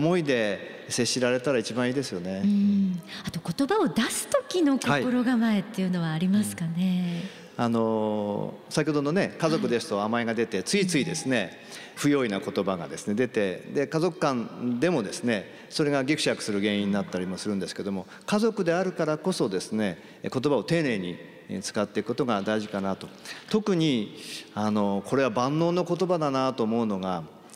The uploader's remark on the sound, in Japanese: 秋田県横手市で行われた番組公開録音の模様をお届けします